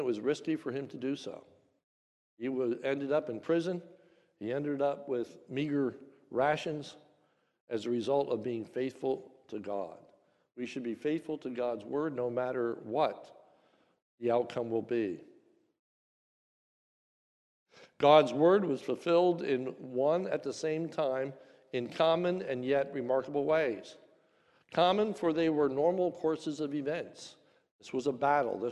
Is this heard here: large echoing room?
yes